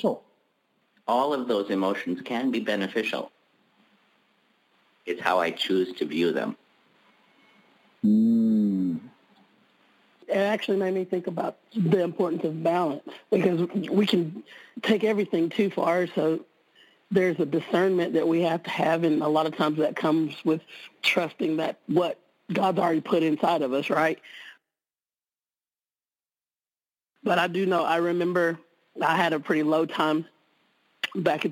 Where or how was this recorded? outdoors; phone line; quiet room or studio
phone line